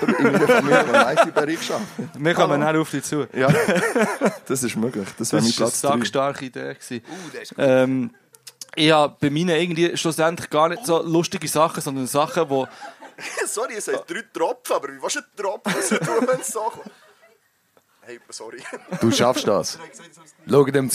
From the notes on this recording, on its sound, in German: Wir waren live in der Mahogany Hall und es war wunderbar.